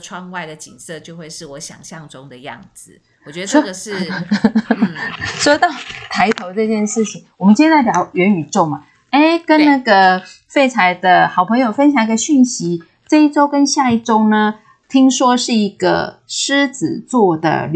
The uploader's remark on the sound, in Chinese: 錄製時有雜音請見諒。